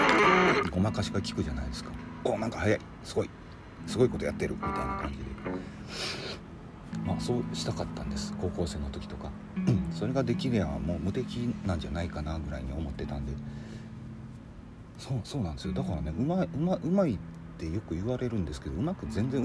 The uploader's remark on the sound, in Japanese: テスト録音のつもりでちょっと環境音が入っちゃってます